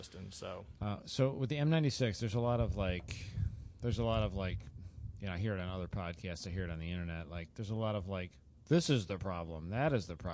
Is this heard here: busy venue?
yes